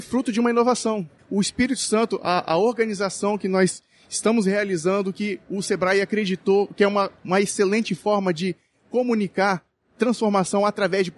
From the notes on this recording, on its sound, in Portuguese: Podcast gravado no evento "Sebrae - Circuito Startup Summit Espírito Santo"